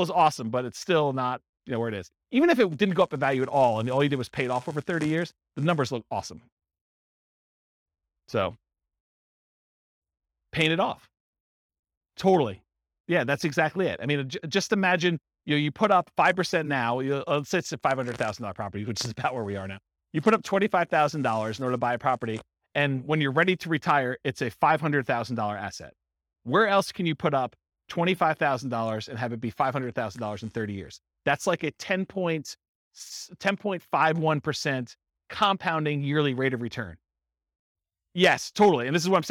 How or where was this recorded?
live audience